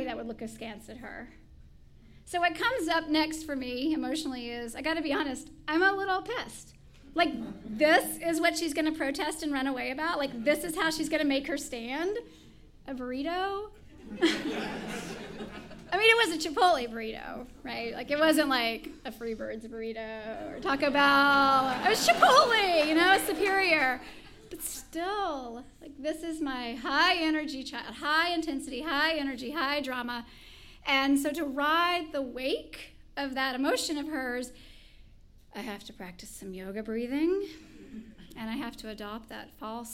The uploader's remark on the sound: Told live on the All Y'all stage in March 2016.